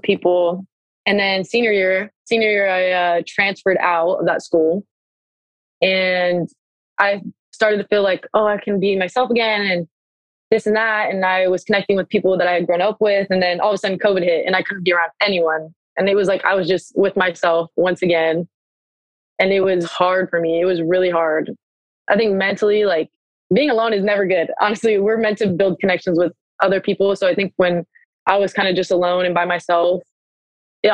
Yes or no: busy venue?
no